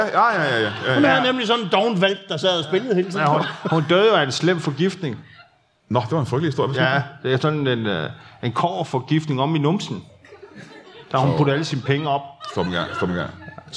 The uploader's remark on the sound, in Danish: LIVE fra Skråen i Aalborg